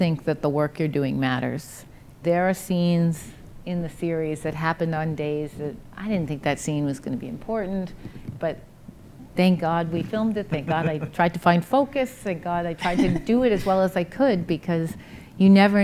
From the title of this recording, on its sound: Live at INBOUND16